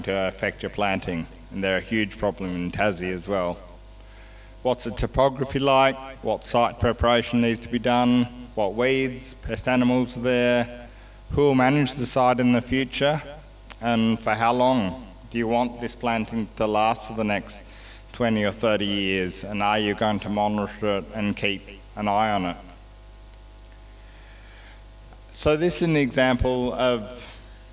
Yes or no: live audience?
yes